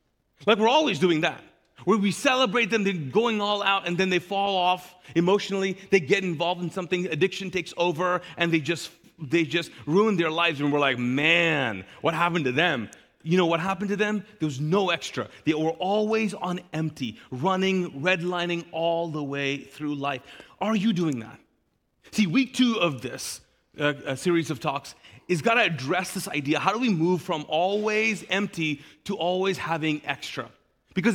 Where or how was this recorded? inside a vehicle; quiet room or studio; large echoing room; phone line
large echoing room